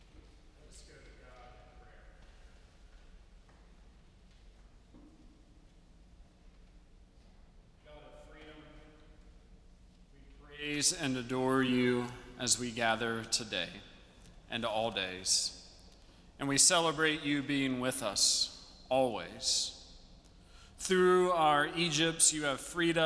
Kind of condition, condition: setting, large echoing room